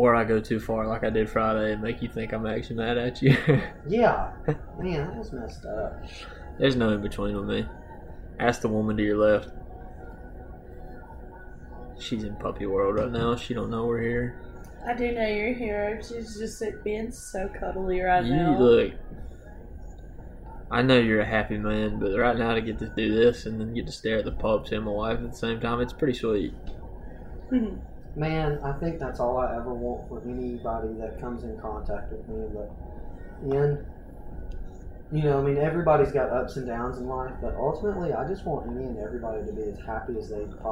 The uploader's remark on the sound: Why we're coming to you live from a package store.